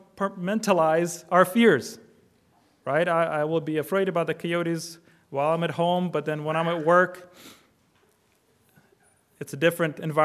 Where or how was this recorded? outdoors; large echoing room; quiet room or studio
large echoing room